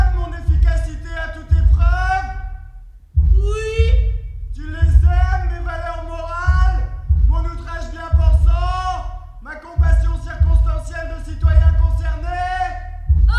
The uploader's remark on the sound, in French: Émission en public, au théâtre universitaire de Nantes.